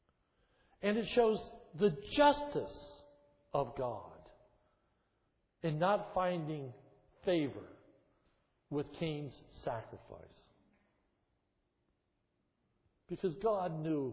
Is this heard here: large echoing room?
yes